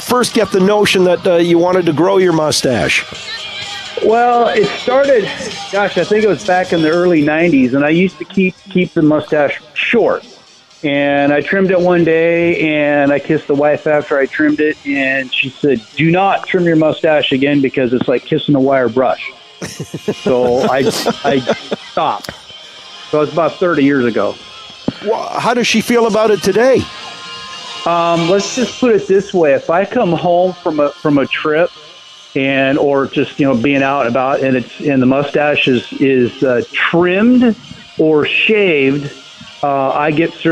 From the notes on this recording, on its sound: The conversation took place while we were live on location at Canada's Wonderland.